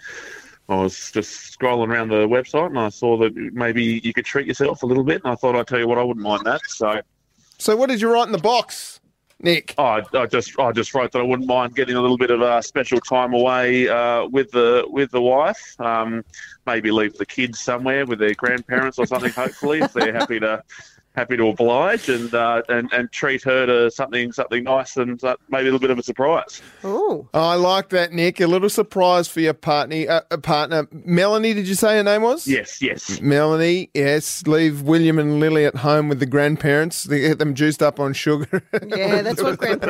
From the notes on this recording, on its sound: joining in via phone